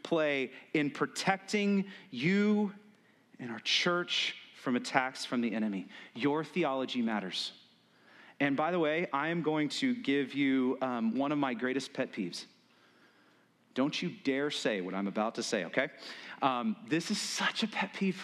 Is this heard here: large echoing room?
yes